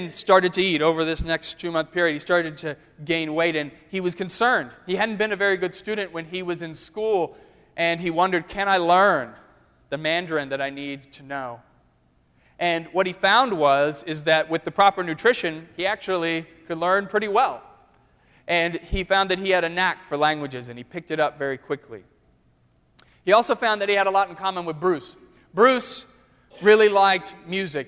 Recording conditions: large echoing room